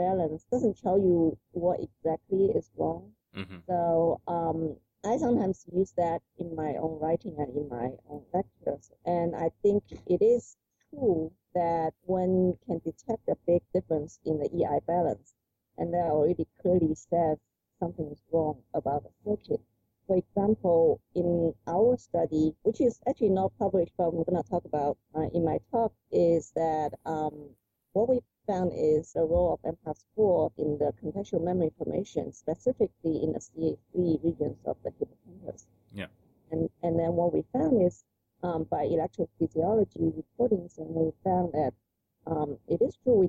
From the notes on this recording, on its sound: We had some technical difficulties during our interview. The audio quality is not as good as it should be.